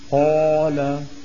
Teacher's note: أنا لما أقول القاف وفتحتها خرج الصوت مفخما امتلأ به الفم، فإذا قلت قال قال بيكون الصوت عم يتعدل، لكن لو قلت قال تكون الألف عبارة عن امتداد ومط لصوت القاف المفتوحة